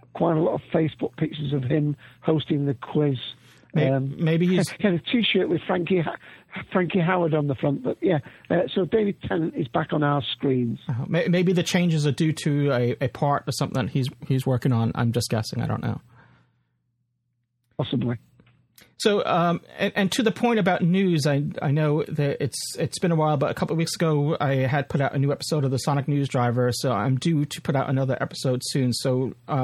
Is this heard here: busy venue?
no